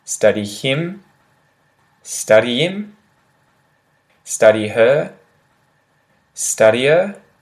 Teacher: the E sound again ends with a Y kind of on it